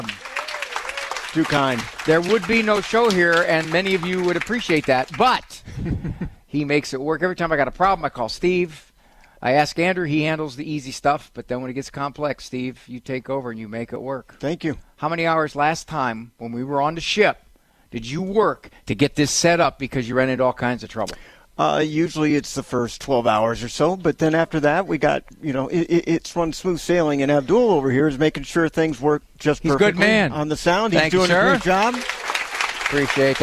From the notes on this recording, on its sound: Hosts the show live from the Good News Cruise.